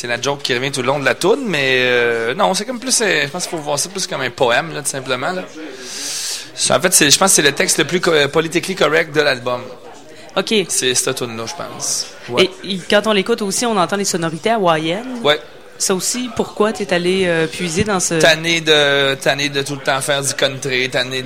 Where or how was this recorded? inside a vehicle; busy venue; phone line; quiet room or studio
busy venue